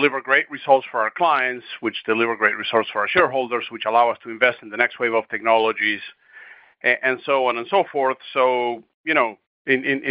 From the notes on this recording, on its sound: Booz Allen Hamilton's Q3 2023 earnings call, unedited